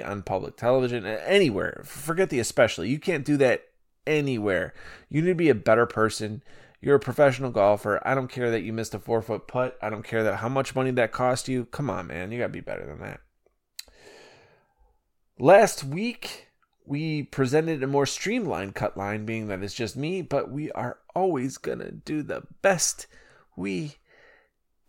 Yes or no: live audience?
no